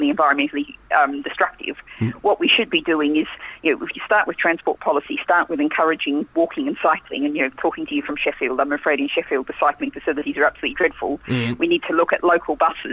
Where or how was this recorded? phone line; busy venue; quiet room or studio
phone line